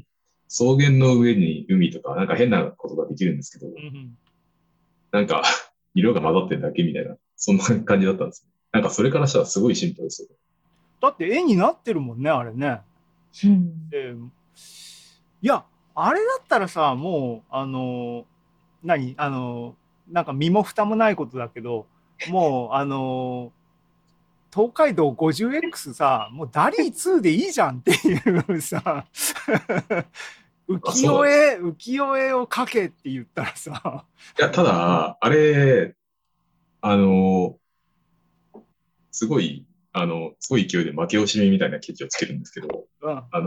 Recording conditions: video call